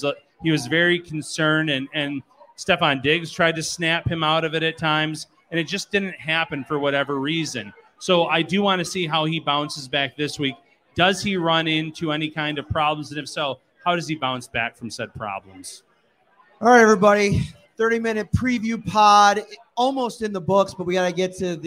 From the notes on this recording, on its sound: live from Wingnutz North Buffalo